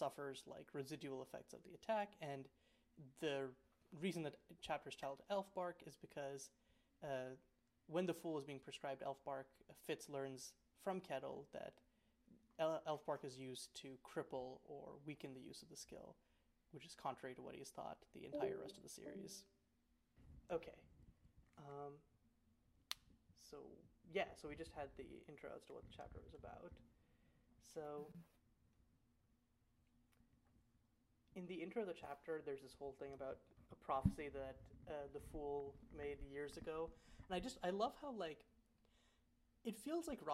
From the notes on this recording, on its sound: The audio on this episode is quieter/lower than usual since we lost our primary audio, so I had to use our backups.